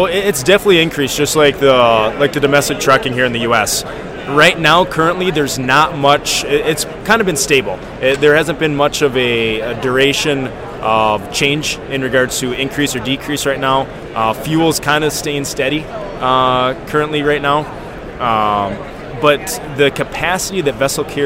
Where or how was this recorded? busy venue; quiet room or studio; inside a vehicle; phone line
busy venue